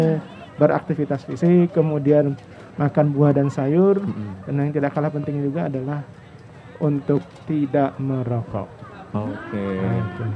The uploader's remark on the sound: Live Outdoor Broadcast masih hadir dalam peringatan Hari Kesehatan Nasional ke 57 yang diselenggarakan dengan pelaksanaan vaksinasi Covid 19 di Kabupaten Padang Pariaman.